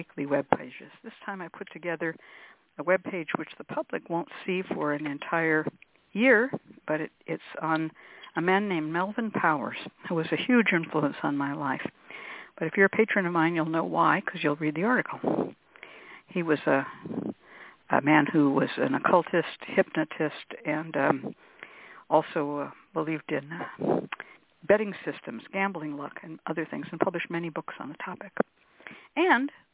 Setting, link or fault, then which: link, phone line